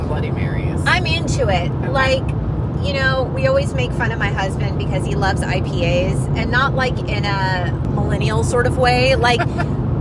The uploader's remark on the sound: We’re taking you on an epic road trip adventure to the GenX capital of the world — SEATTLE! Forgive the road noise.